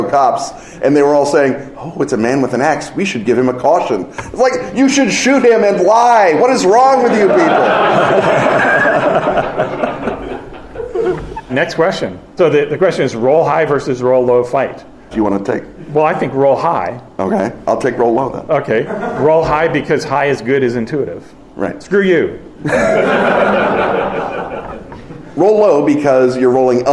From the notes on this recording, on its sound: Our annual live episode recorded at London’s Dragonmeet finds our audience of expert questioners in a substantive mood.